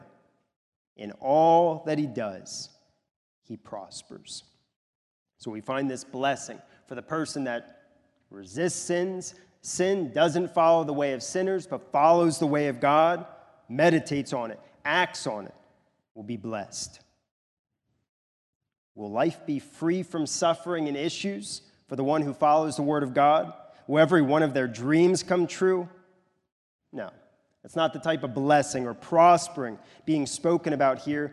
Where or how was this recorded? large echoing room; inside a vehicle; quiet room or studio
large echoing room